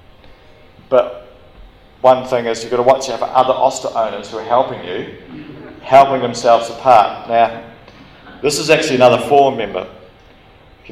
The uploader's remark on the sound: Live at the Wings Over New Zealand Forum Meet.